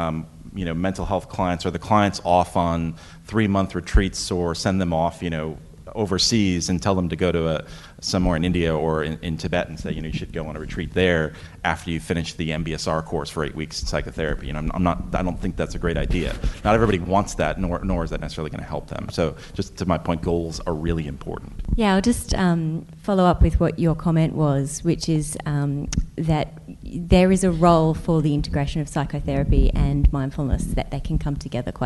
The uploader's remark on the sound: Thanks also to our event partner, Melbourne Knowledge Week. This podcast was recorded on Tuesday the 21st May at Hoyts Melbourne Central.